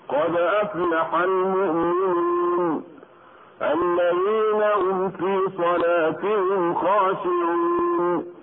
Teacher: ولقد أوضحنا فيما سبق أن المد العارض للسكون يجوز قصره بمقدار حركتين، ويجوز توسطه بمقدار 4 حركات، ويجوز إشباعه بمقدار 6 حركات. ولنستمع إليه بقصر المد بمقدار حركتين